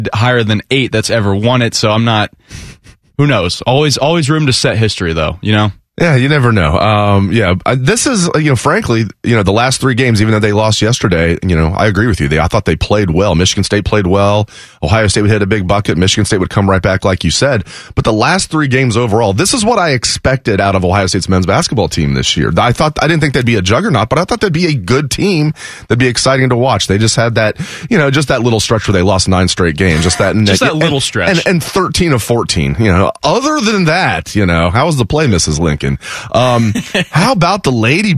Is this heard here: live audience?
no